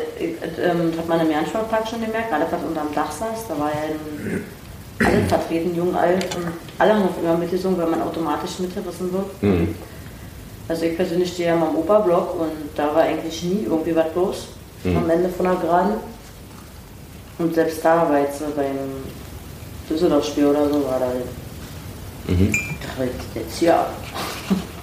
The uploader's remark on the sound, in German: Der Aufnahmepegel war noch auf Stadionlautstärke gedreht. Nebengeräusche sind unserer mangelnden Aufnahmedisziplin geschuldet (wer die Rasse des herumlaufenden Hundes erkennt, bekommt einen Besserwisserbonus).